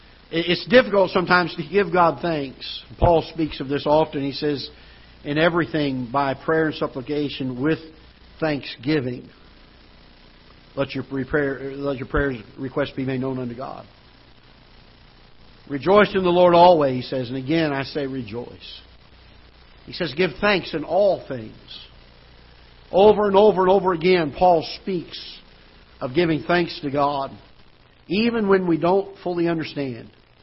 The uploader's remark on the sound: Ketha Heights Baptist Church ~ Live Broadcast.